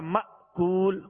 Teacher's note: تو جب حمزہ ساکنہ، وہ حمزہ جس کے اوپر جزم ہو، سکون ہو، اس سے پہلے والے حرف کے ساتھ جب ملے گا تو جھٹکا دے کر ادا کریں گے